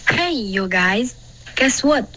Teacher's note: 好像我们会把重音放在 guys 上